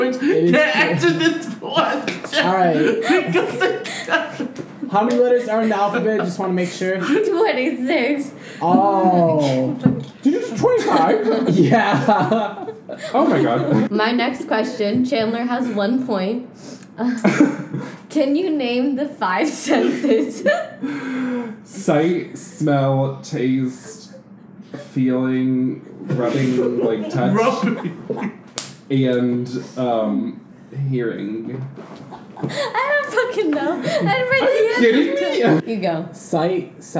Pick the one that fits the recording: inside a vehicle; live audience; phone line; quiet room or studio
live audience